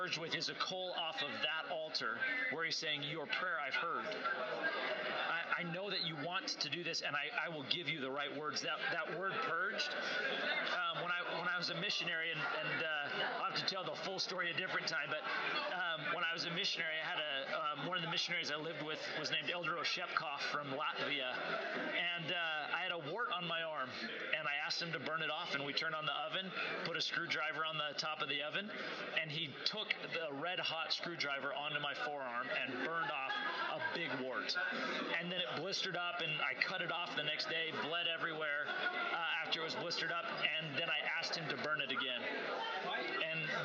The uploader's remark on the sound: I am sorry for the background noise. Somehow, the microphone settings got skewed and captured way too much background sound in the student lounge at the Pocatello Institute.